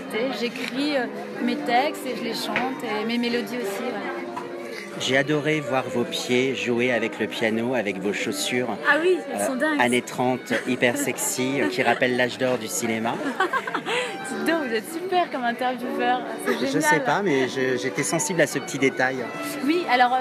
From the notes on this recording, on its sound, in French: Terrasse Mouton Cadet - Cannes 2016